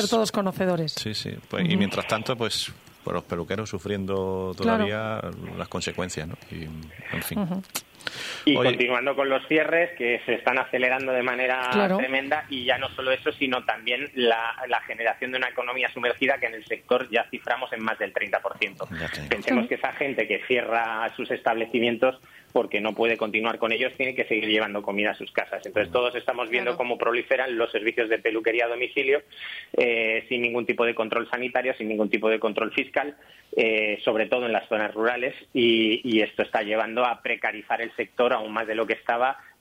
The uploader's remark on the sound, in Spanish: Llamadas en directo con nuestros invitados.